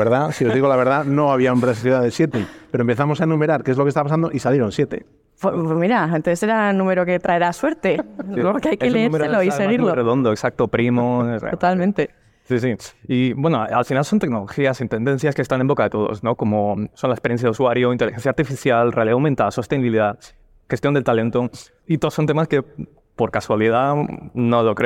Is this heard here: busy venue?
yes